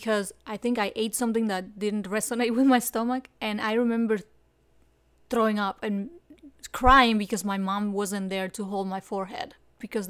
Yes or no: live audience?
no